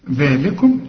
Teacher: طلع لسانك في الذال